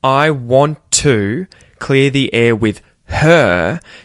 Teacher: you'll notice that I'm saying wanna instead of want to. And then at the end, instead of saying with her and really pronouncing that H, when I speak quickly, that H disappears.